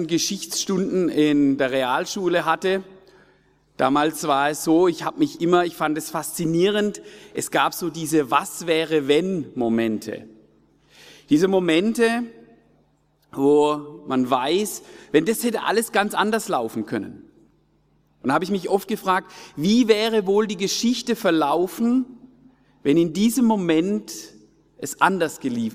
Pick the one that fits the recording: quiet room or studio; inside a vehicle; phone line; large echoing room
large echoing room